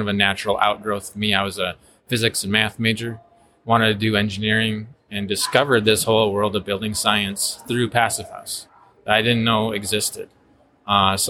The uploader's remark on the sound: In this special bonus episode recorded at the PhiusCon 2023. Making the Passive House Podcast at the Passive House Network Conference possible.